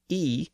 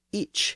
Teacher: Similarly, you might remember from the Chaucer episodes that our first person pronoun I was originally pronounced with a different vowel sound. It was pronounced as E in the north of England, but it was ich in the south with a ch ending.